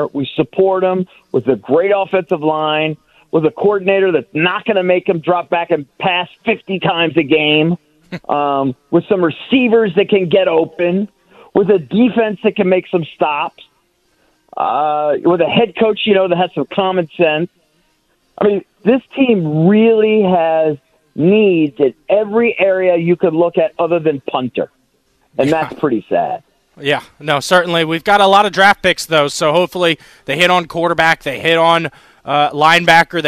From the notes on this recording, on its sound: We take some calls and get the fans' takeaways from the press conference. Live from Ashburn.